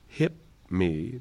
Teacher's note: an unexploded, unreleased P, because I'm making the shape for the M that's about to come. The cool word for that is an assimilation, because we're assimilating the place of the M onto the first sound, the sound that precedes.